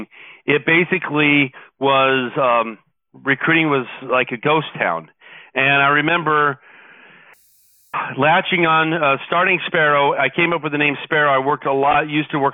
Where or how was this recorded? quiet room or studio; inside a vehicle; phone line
phone line